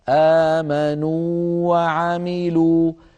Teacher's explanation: فنمد الواو المادية ونعطيها حقها من المد الطبيعي بمقدار حركتين